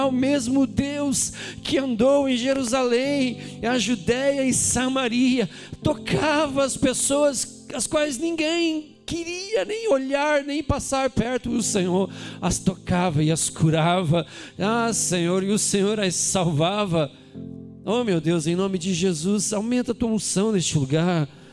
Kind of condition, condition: setting, large echoing room